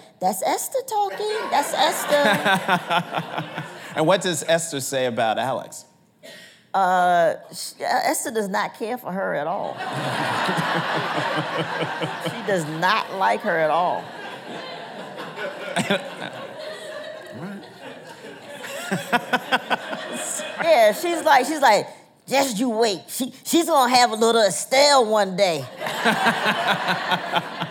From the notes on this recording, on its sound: recorded on June 4, 2019 in front of a live audience at New York's 92nd Street Y.